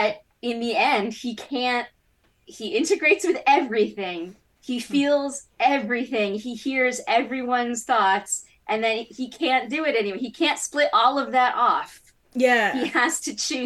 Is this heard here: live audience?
no